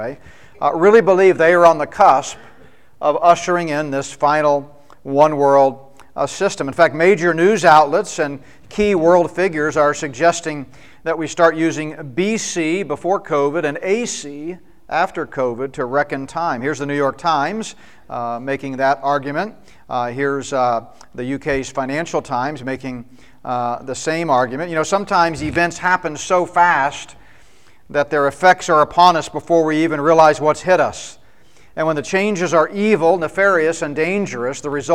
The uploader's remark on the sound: Spoke at the Mid-America Prophecy Conference in Tulsa, OK.